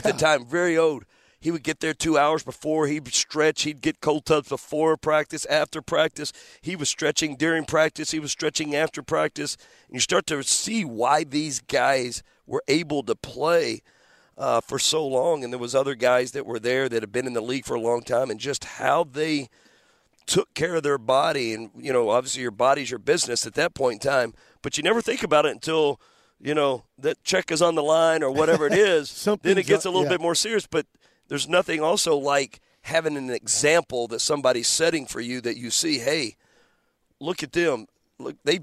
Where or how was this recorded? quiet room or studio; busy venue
busy venue